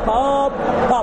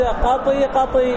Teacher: لاحظوا يروى بسكون الطاء وكسرها مع ياء ودونها. يعني هذا قط قط وورد قطي قطي وورد قط قطي يعني قطي بالكسر وورد قطي بالياء.